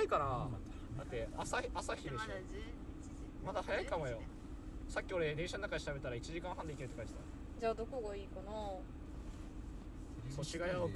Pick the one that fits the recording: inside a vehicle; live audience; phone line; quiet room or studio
inside a vehicle